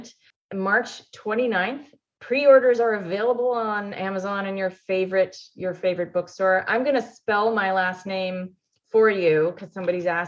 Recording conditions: video call